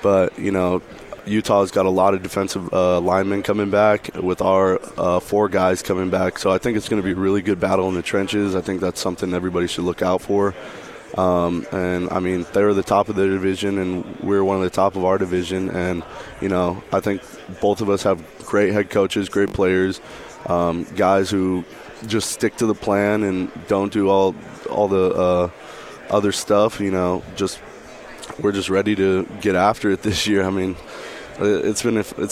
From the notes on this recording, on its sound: at Pac-12 Media Day